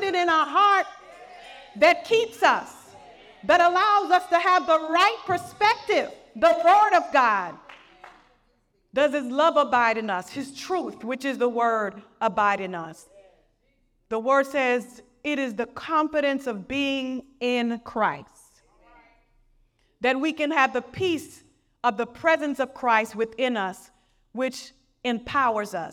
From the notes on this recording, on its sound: Message excerpt from Bethesda Women's Conference in Missouri